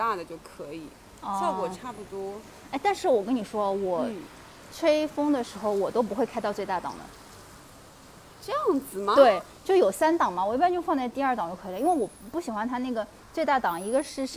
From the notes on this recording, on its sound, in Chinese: 这期节目我们本来想边走边录的，但是奈何我们设备太差，马路上也有噪音，只好站在一个防范区小区门口给大家录节目了～剪辑的时候，特别没有把背景音消掉，让大家感受下上海下雨天吧